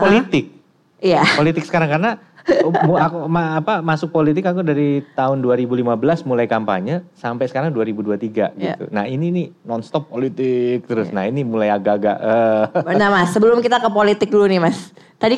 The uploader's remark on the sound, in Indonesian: Live On Stage di Malang. Live On Stage Kota Malang.